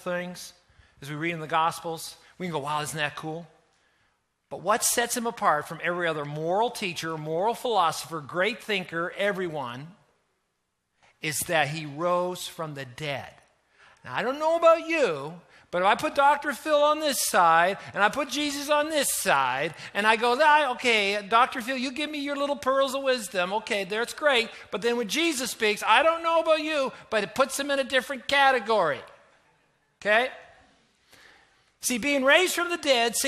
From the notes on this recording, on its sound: Easter Weekend at The Journey Church in Moncton.